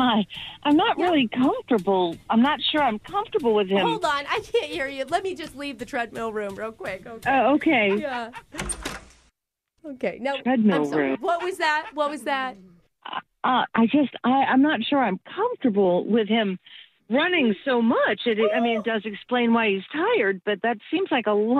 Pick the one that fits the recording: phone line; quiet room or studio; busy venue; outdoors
phone line